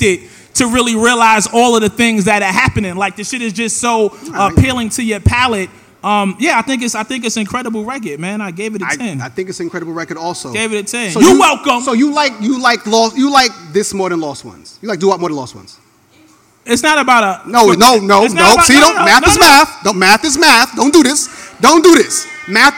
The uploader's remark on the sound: In front of live audience in New York City.